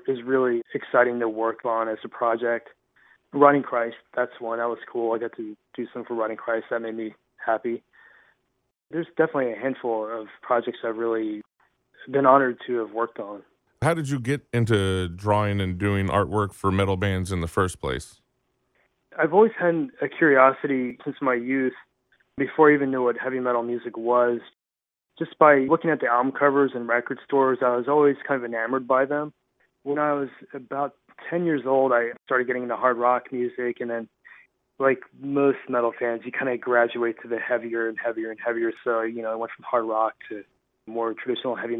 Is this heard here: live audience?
no